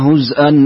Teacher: هو يقرأ بالهمز وإسكان الزاي. نعم. حال الوصل بالهمز وإسكان الزاي.